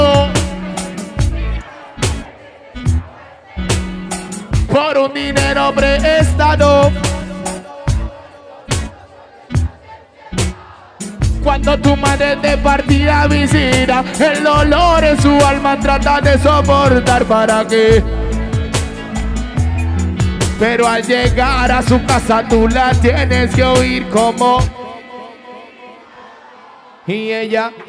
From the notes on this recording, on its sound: LIVE SHOW AT BAR ARRIBA -PLAYA SAMARA CR. Audio en vivo.